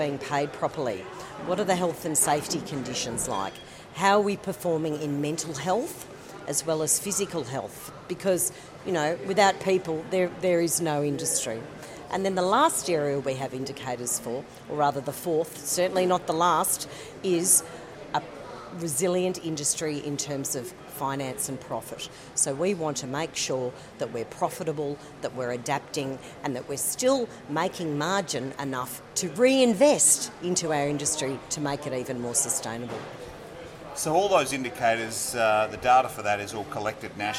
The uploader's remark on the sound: We also check in on the health of the sheep industry in SA at the GrowingSA conference near Adelaide.